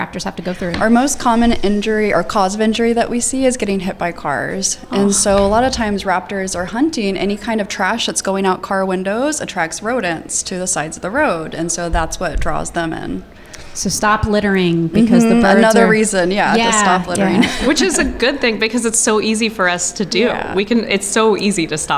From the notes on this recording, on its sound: Recorded at SHARE Charlotte's Giving Tuesday event on November 26, 2023. Recorded at SHARE Charlotte's Giving Tuesday event on November 26, 2023.